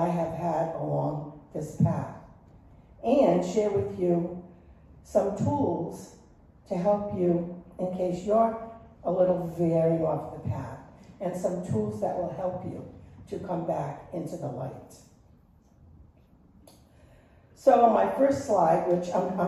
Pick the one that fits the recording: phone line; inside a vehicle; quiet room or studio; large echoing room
large echoing room